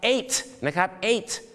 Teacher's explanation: ต้องออกเสียงทอทหารให้ชัดเจนที่ตัวสะกดนะครับ